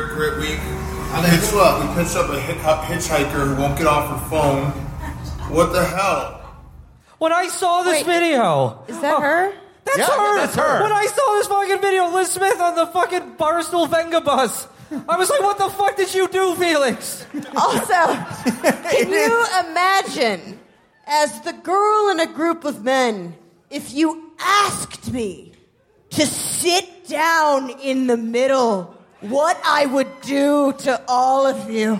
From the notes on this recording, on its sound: Live from Las Vegas. Our live show from the House of Blues in Las Vegas.